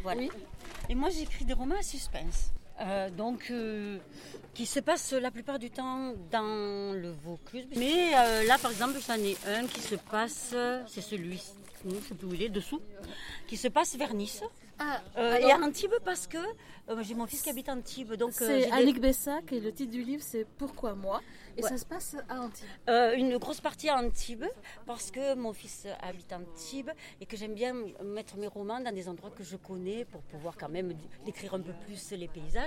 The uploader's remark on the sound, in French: Festival Cap de Lire d'Antibes. Reportage au festival Cap de lire qui se tenait à la Chapelle de la Garoupe.